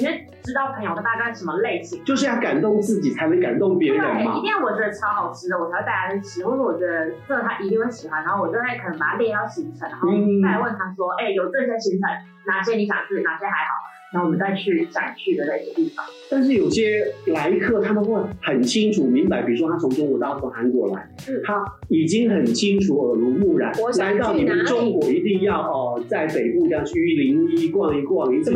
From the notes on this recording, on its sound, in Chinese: 因器材調修.錄音檔案音質不甚完美.請見諒.